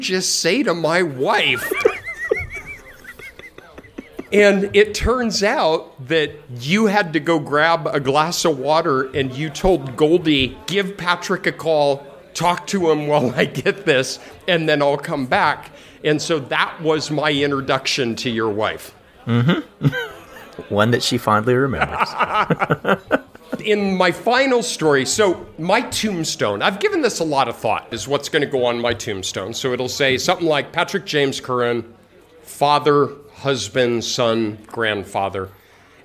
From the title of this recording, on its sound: Live from The Rusty